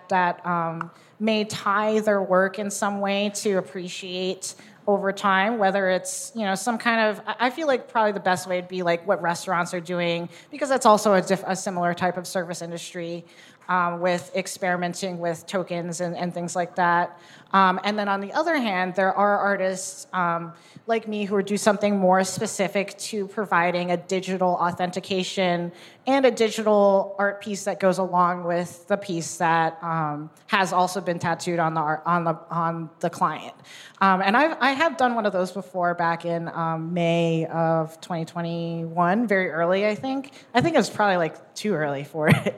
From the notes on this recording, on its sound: The State of NFTs Panel (Live from NYC).